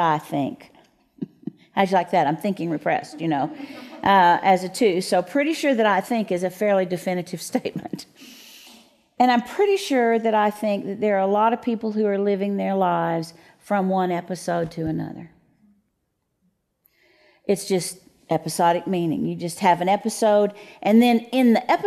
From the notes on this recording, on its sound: Q&A from the audience